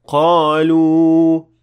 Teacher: you're supposed to extend again for two harakat, since this is a waw and it is a long vowel, so you should say قَالُوا.